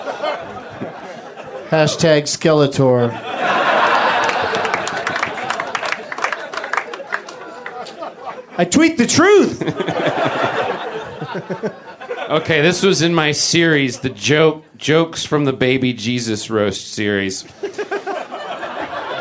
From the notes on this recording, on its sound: Recorded live at Flappers in Burbank